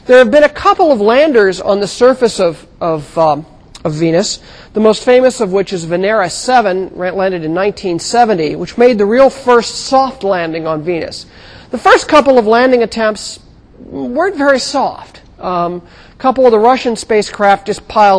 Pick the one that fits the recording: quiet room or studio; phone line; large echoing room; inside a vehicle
large echoing room